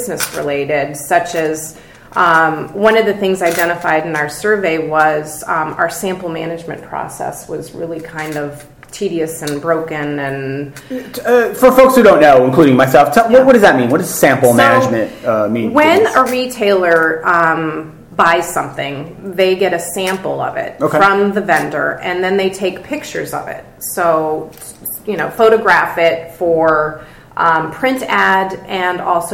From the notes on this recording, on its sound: LIVE from Cornerstone Convergence 2015. Live at the Cornerstone Convergence 2015 Conference in Los Angeles.